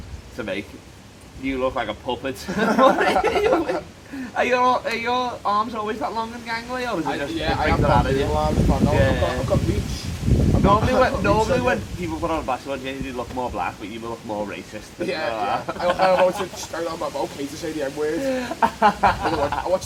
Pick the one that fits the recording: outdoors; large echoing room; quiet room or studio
outdoors